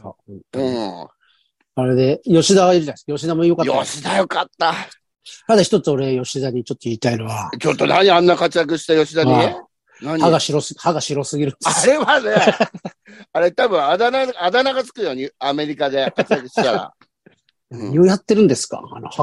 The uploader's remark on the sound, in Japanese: ZOOMで収録